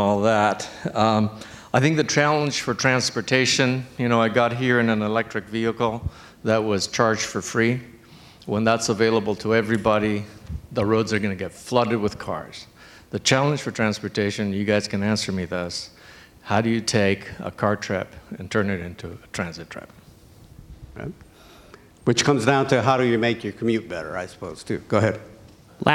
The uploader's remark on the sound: The forum included a lively discussion with a panel of prominent Canadians actively involved in transportation issues in the Metro Vancouver area. More than 175 people showed up for the panel discussion and weighed in with a variety of questions, concerns and suggestions.